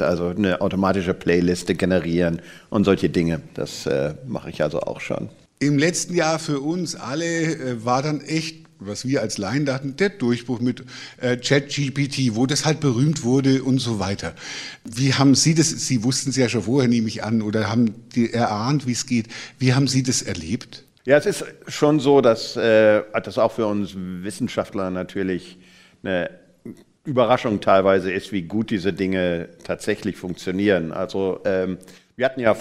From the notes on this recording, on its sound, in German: Live-Aufzeichnung im Nürnberger Planetarium